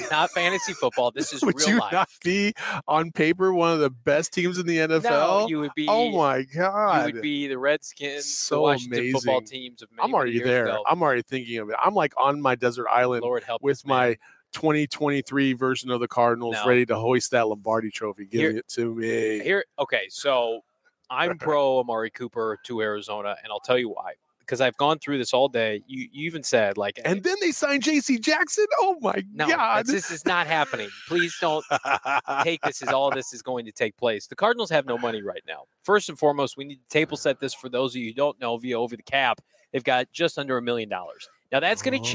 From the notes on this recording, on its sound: live from the NFL Combine in Indianapolis!